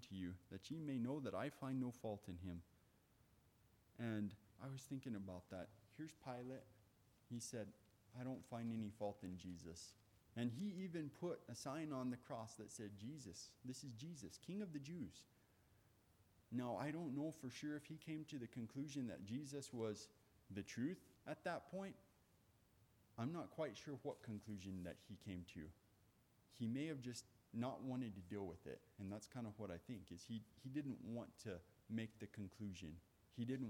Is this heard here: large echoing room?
yes